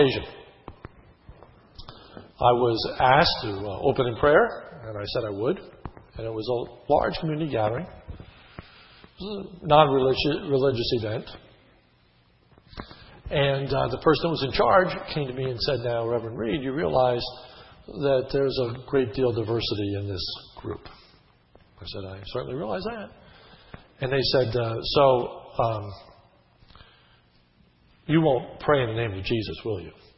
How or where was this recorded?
large echoing room